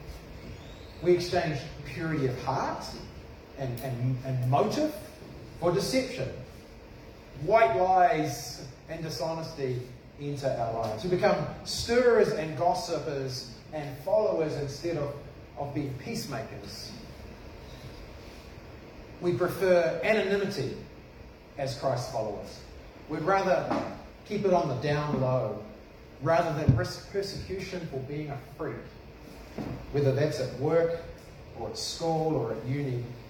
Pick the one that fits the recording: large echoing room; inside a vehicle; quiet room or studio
large echoing room